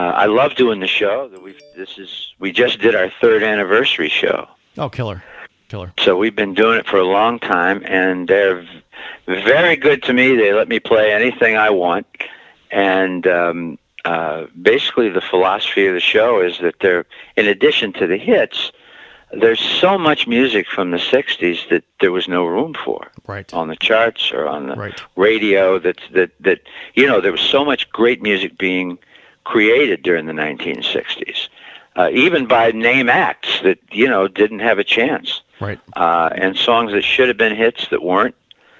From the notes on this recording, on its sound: conducted a phone interview